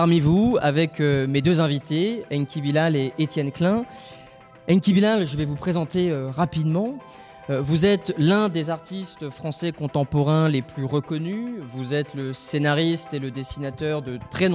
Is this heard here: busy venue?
yes